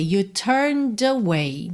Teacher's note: O E de turned não é pronunciado, tá bem? Então, você vai do N pro D e usa o som do D para juntar em away, turned away.